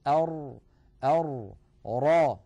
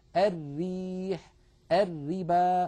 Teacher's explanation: اللوحة التي على يمين الشاشة تبين لنا مخرج الراء المفخمة، واللوحة التي على يسار الشاشة مخرج الراء المرققة. لاحظوا بأن مؤخرة اللسان في الراء المفخمة قد تصعدت إلى الحنك، بينما مؤخرته في الراء المرققة ما زالت مستفلة إلى أسفل اللسان، مع أن المنطقة التي يقرع فيها طرف اللسان اللثة واحدة، وهي المنطقة الزرقاء اللون الغامقة. · الحقيقة أن المنطقة التي يقرع فيها مخرج الراء اللثة واحد، ولكن مؤخر اللسان يختلف شكله من الراء المفخمة إلى الراء المرققة، إذ إن أقصى اللسان عند نطق الراء المفخمة يتصعد إلى جهة الحنك